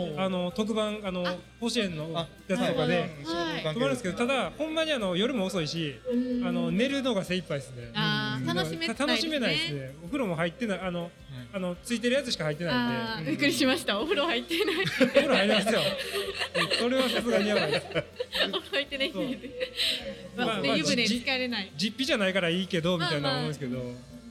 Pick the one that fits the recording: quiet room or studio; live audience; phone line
live audience